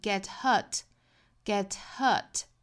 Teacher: get hurt 这两个词可以做连读，可以把 hurt 前面的这个音给击穿掉，那就读成了 get hurt hurthurt，变成了一个音。当然我们也可以选择其他的读法，比如说把 get 尾部的这个 t 的发音给憋住，白口型但是不爆破， get hurt gethurt。那还有一种就是我们不连读也不做 glottalstop，直接读成 get hurt gethurt